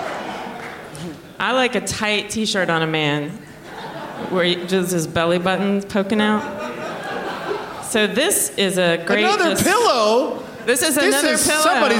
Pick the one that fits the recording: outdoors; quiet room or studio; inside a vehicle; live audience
live audience